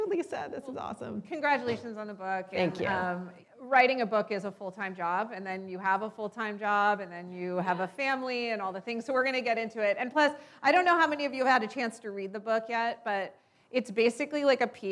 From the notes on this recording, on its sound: spoke in front of a live, female-majority audience in late 2022 as part of Greylock's Iconversations speaker series